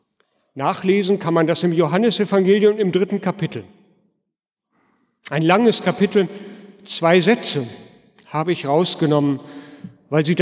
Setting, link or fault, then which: setting, large echoing room